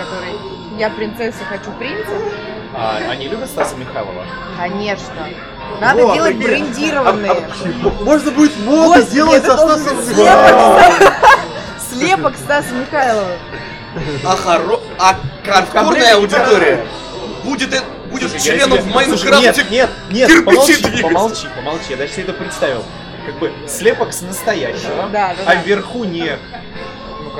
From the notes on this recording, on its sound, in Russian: Признаемся честно, в этот раз нам не очень повезло с местом, в котором мы записывались